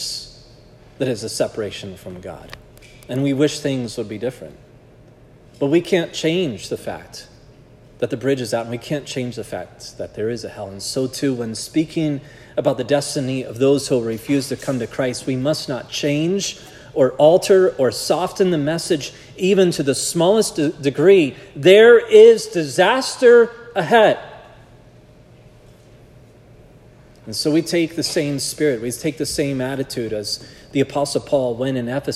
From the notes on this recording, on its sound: This sermon was preached at Providence Church on Sunday, February 11, 2024